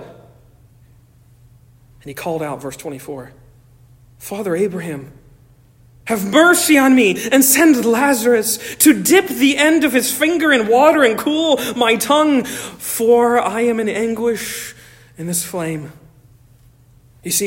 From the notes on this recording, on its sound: Originally delivered 30 July 2023 at Stonington Baptist Church, Paxinos, PA. At Stonington Baptist Church, Paxinos, PA.